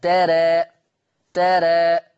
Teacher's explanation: في الوقف. يبقى حكم الألف وقفا التقليل قولا واحدة، ترى ترى. ما هو خلي بالكم القاعدة بتقول لما يكون بعد حرف الراء ألف، ألف في آخر الكلام، ألف متطرفة، يبقى حينئذ حكم الألف التقليل قولا واحدا.